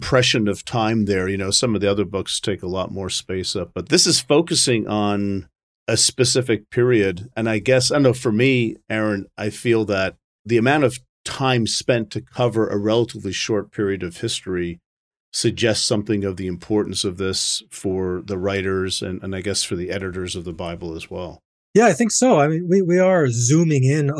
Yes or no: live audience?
no